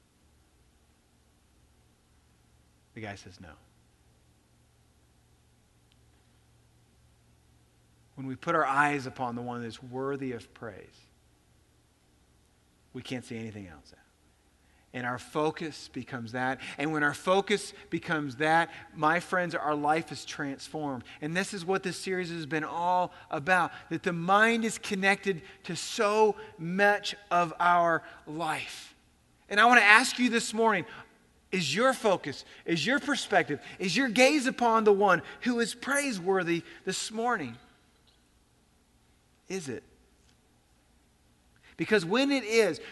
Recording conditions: large echoing room